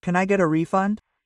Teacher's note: There's intonation going up at the end.